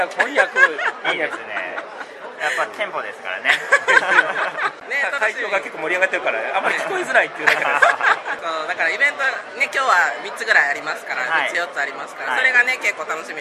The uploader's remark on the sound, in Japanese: 九州ボードゲームカーニバル会場インタビュー！！会場の雰囲気をお伝えするために周りの騒音が入っていますが、ご了承ください！